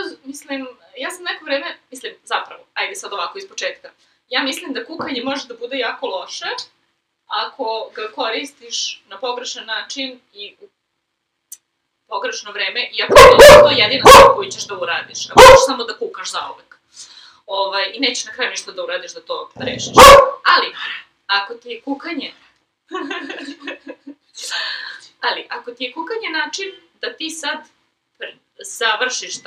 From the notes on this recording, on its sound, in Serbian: U #PodcastingFail ide to kako smo u ovoj epizodi snimile zvuk. S obzirom na to da se aktivno borimo protiv perfekcionizma, odlučile smo da ipak okačimo epizodu, a vi pojačajte zvuk.